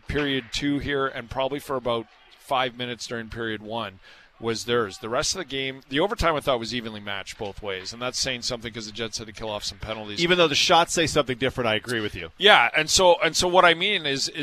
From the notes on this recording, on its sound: Live from Canada Life Centre, ahead of Game 4 between the Jets and the Golden Knights.